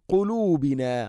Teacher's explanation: തൊണ്ടയുടെ മുകൾ ഭാഗവും കഴിഞ്ഞ് ചെറുനാക്കിൻ്റെ ആ ഭാഗമാണ് മഖ്റജ് · Term: ഖാഫ്